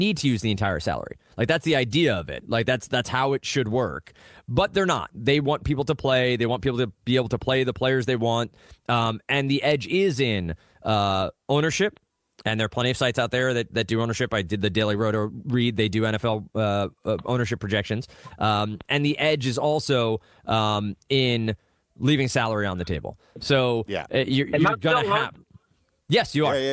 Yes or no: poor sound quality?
no